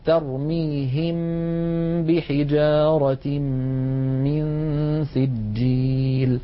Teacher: أن تأتي ميم ساكنة بعدها باء اسمه الإخفاء، نطبق الشفتين هكذا على الميم ونغن ثم نفتحهما على الباء